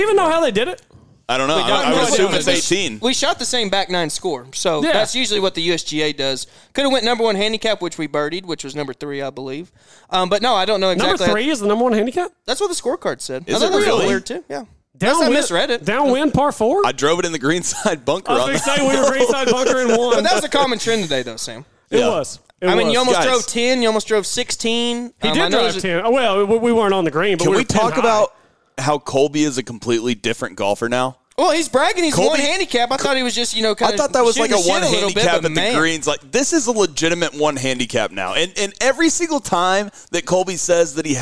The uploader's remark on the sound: LIVE FROM ENDALZ SCRAMBLE!